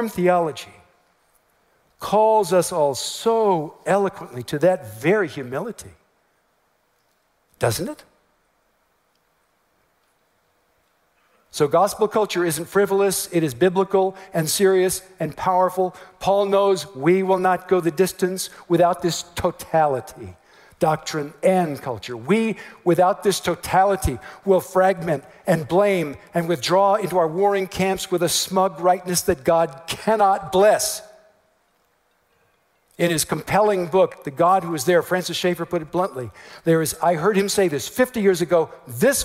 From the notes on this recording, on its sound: message at TGC's 2018 West Coast Regional Conference